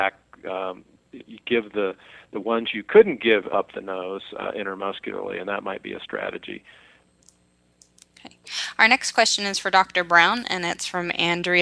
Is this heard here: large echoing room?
no